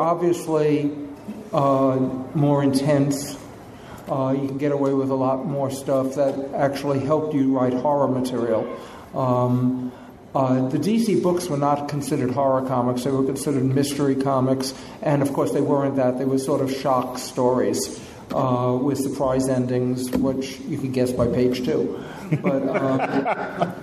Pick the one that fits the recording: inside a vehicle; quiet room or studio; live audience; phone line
live audience